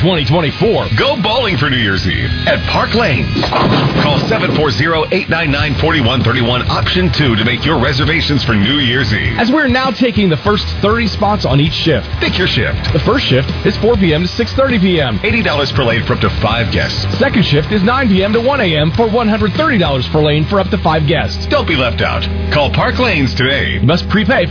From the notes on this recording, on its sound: Broadcast live from Shipp Brothers Brewing in downtown Newark. The Licking County Locker Room is broadcast live from Shipp Brothers Brewing in downtown Newark.